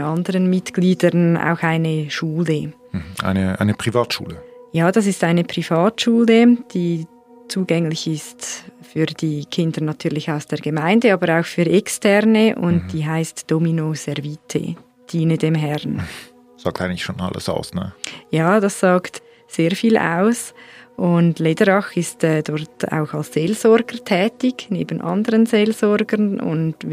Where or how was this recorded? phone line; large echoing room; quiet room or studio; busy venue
quiet room or studio